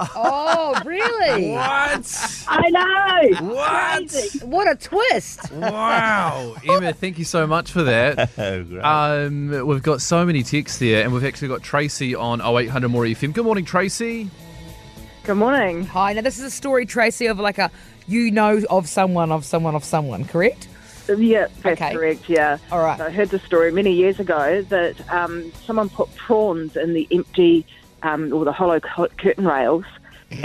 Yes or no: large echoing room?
no